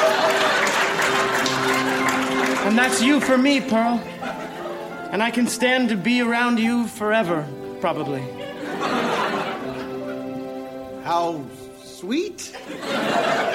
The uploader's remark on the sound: Recorded Live 2/1/2014 at Largo, Los Angeles.